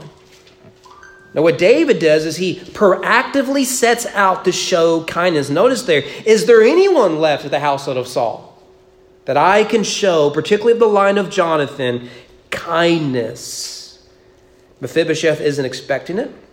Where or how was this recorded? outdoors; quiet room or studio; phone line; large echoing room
large echoing room